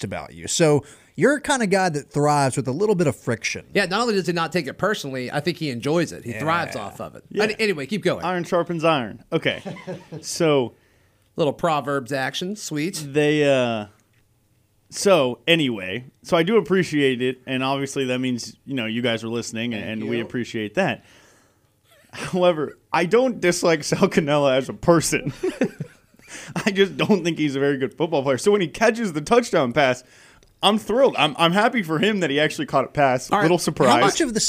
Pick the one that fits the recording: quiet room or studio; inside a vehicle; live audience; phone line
quiet room or studio